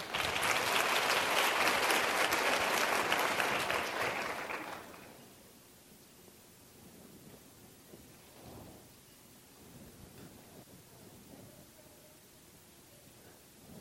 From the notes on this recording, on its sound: Audio podcast from the 1st Annual SDPA Summer Dermatology Conference in Chicago, IL